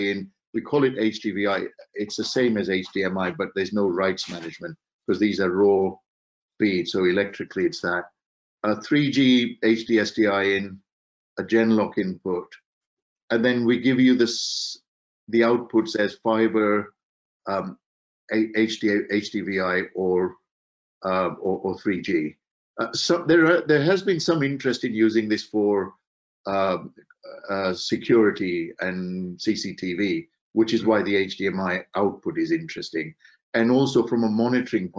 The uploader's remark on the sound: Webinar Recording